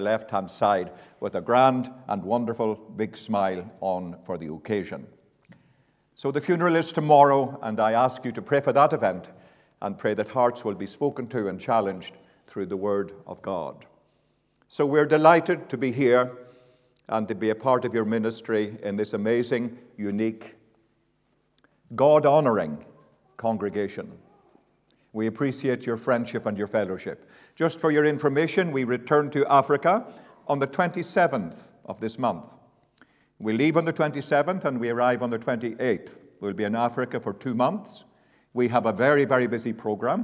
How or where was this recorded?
large echoing room